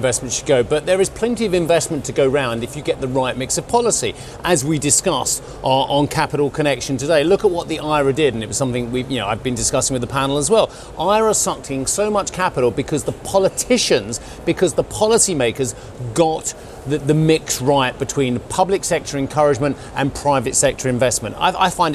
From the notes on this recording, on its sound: We are live at ADIPEC in Abu Dhabi